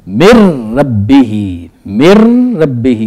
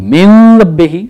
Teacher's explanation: من نون ساکن ہے اس کے بعد دیکھیے رے آ گیا، اس رے نے کیا کرنا ہے کہ گویا کہ اس نون کی آواز کو ختم کر دینا، اس نے اس کو سائلنٹ کر دینا · Shown in: first take · اب ہم اس کو یوں پڑھیں گے مر ربی ہی